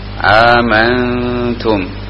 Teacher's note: Artinya suara nunnya itu atau mimnya ini enggak jelas ya, antara kedengaran huruf nun atau bukan gitu. Nunnya enggak jelas tapi sifatnya ada, gunahnya terdengar. · Term: mukhfah